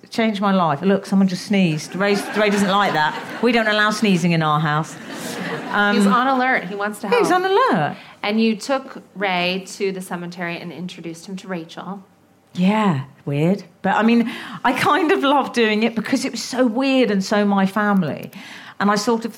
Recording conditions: live audience